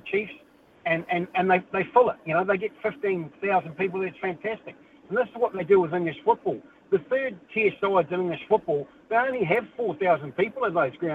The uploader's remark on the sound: He goes to the phone and text lines